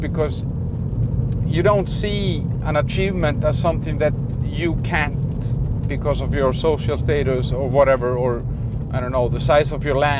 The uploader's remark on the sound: Ranting in the Car